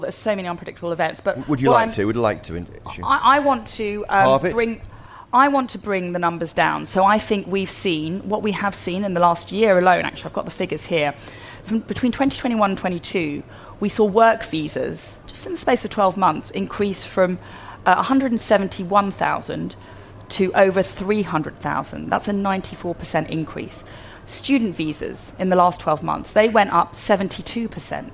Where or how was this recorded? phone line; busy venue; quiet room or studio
busy venue